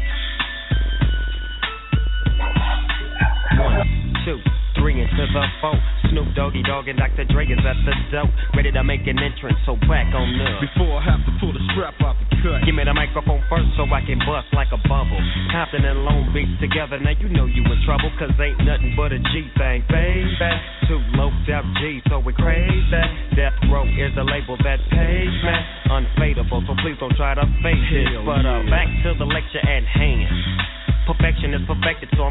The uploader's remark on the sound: Live from RBI in Rockford!